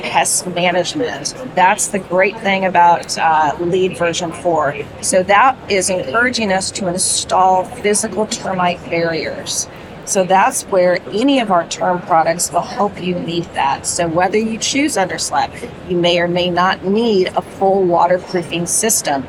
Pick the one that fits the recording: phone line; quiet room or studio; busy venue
busy venue